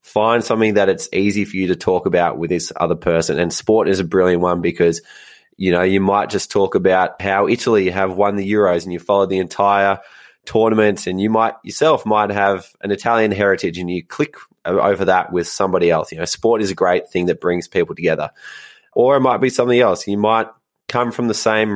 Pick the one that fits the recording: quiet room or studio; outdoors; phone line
quiet room or studio